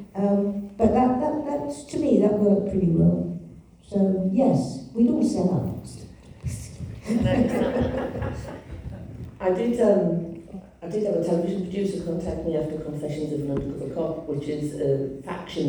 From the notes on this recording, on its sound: The third panel from The Darkside of Brighton book festival held at the Old Ship Hotel in Brighton on 28th October 2023